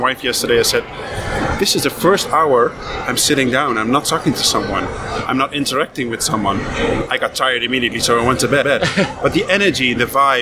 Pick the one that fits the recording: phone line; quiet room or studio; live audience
live audience